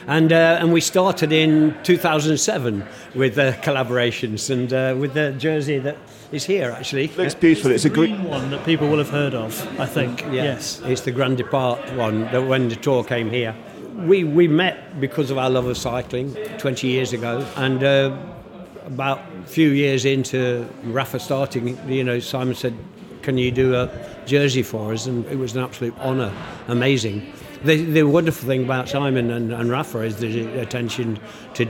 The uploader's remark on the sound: At the recent Rouleur Live show. We roved the halls of Rouleur Live to ask industry figures what their favourite pro team kit of all time is.